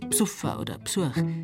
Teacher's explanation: Das unbetonte E in der Vorsilbe lässt der Bayer weg.